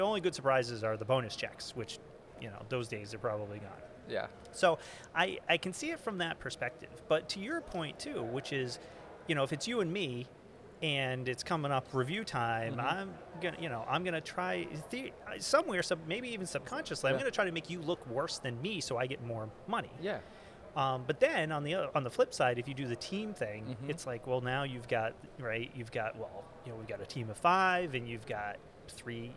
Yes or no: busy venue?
yes